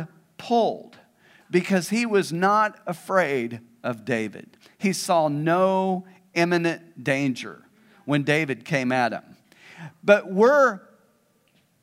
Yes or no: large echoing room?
yes